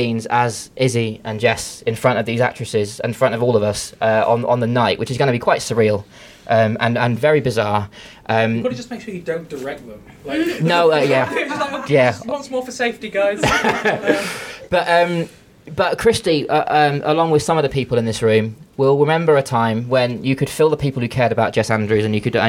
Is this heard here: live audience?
yes